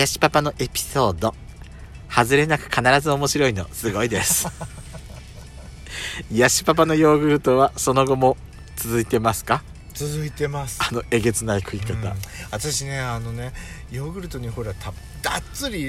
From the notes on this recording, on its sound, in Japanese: パーキング収録